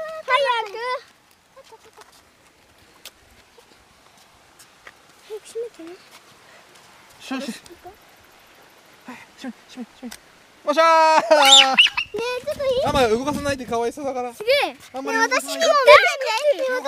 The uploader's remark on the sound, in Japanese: 外録回》。今回もお外で録音です＊＊＊ 車の音やカエルの鳴き声、小川のせせらぎ、通りすがりファミリーのお声まで！